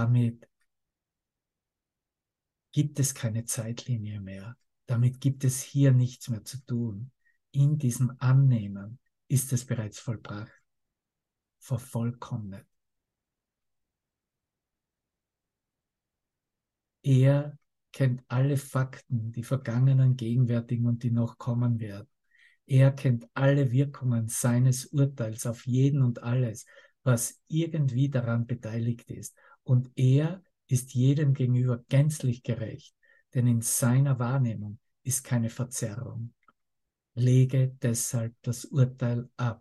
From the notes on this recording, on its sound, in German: Zoom-Session. Veranstaltet von der Aleph Akademie.